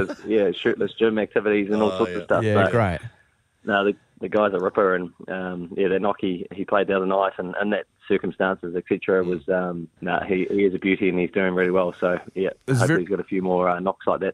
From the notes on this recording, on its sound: joins us on the phone